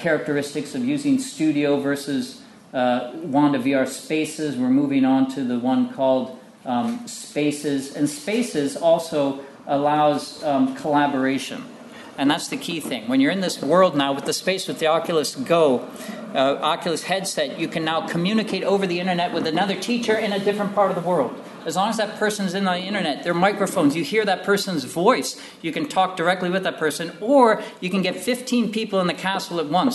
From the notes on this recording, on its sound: at the 2022 Tudor and Stuart Ireland Conference